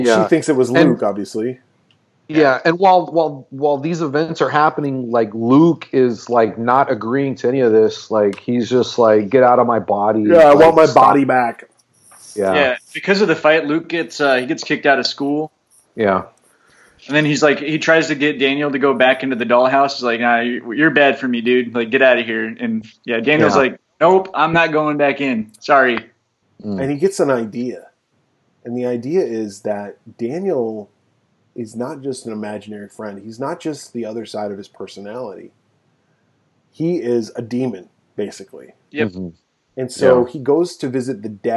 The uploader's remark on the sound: Due to CDC social distancing recommendations, this episode was recorded remotely via Skype. We apologize for the reduced audio quality.